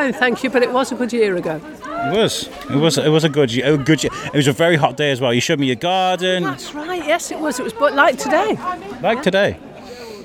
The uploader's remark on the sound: Belle Vue Arts Festival Opener 2023. We cover the open evening of the exhibition at Mrs Jones Gallery in Coleham. Held on the side on the river at the end of the Greyfriars Bridge, there was sunshine, music, activities and pants.